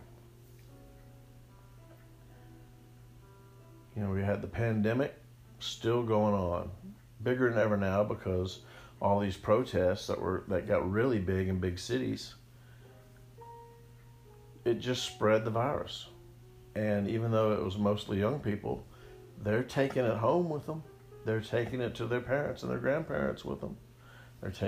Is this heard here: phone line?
no